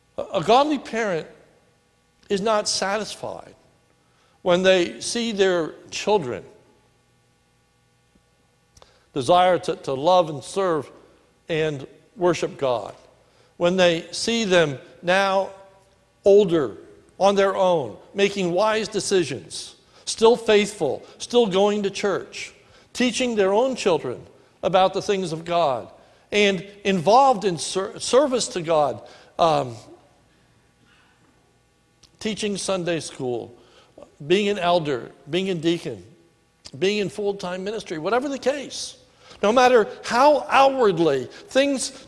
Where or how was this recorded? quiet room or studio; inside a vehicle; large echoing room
large echoing room